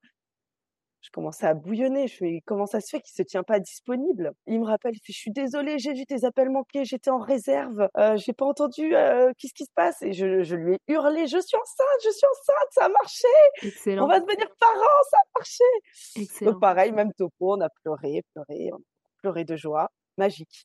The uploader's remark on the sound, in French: Cet épisode a été enregistré en distanciel.